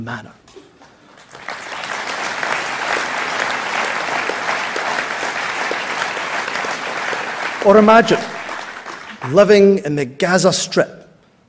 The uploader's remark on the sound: speech from SNP Conference Oct 2023